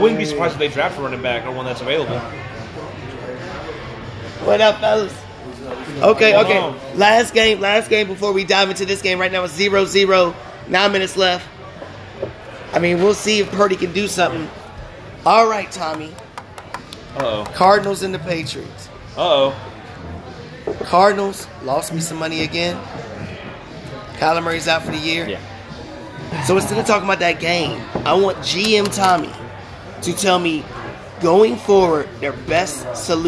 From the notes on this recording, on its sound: Live at Macados!